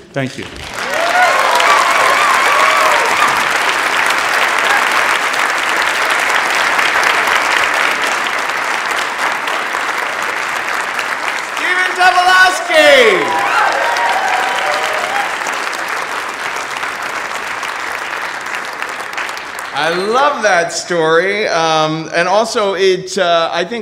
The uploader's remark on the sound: Live from San Fran 2014.